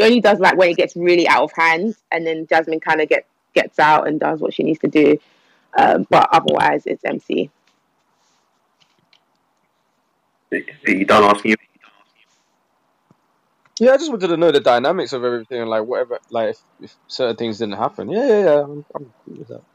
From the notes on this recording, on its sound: Apologies for the distorted audio, we'll have it sorted for the next episode. The Panel Clubhouse Sessions Season 2.